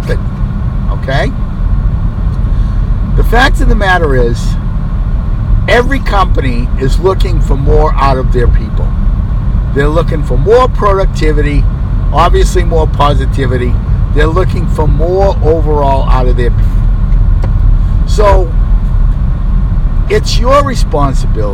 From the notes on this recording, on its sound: You may get some extra background noise here.